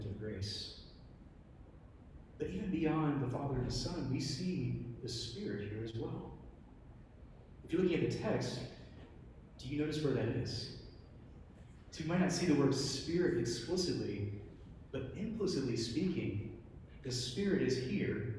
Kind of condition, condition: setting, large echoing room